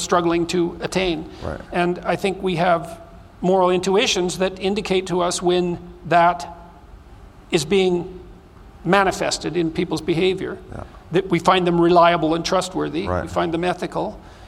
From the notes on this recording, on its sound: This episode was recorded in front a live studio audience. During the Bitcoin 2022 Conference in Miami, FL.